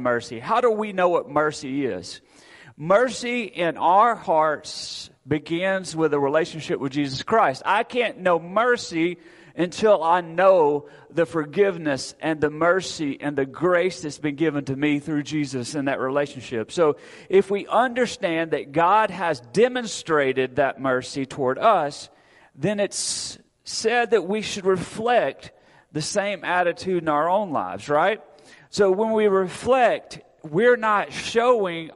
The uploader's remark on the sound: Recorded Sunday, November 6, 2022 at Friendship Baptist Church.